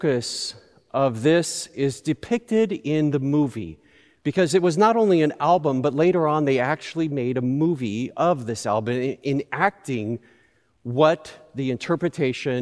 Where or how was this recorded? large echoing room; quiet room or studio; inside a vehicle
large echoing room